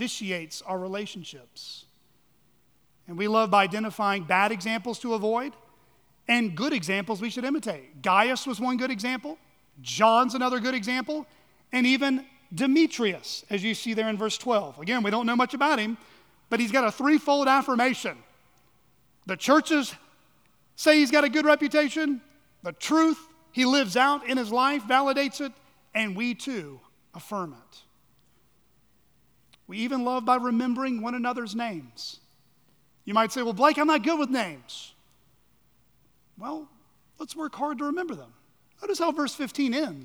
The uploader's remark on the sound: At Chaffee Crossing Baptist Curch in Barling, AR.